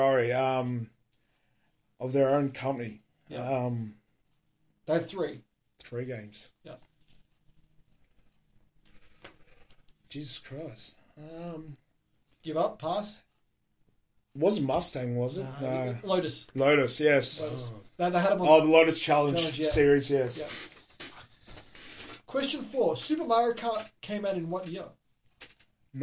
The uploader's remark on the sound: Sorry about the sound quality but we had tecnical dificutlies this time